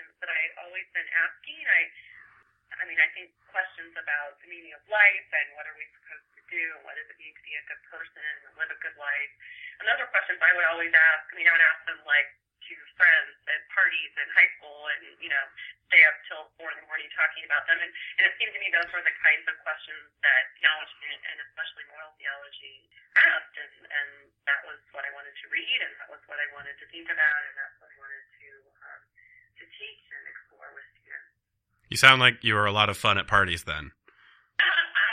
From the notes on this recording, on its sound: We spoke by phone, so the sound quality could be a little better